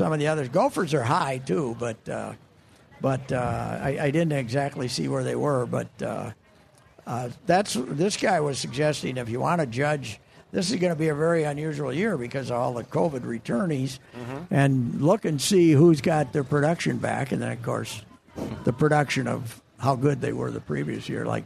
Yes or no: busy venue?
yes